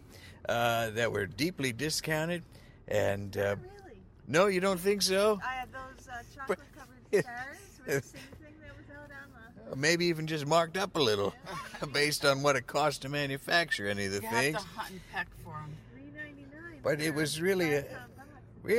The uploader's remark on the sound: A Thanksgiving special episode, recorded largely in a moving vehicle as it hurtled through the pre-dawn parking lots of Pennsylvania.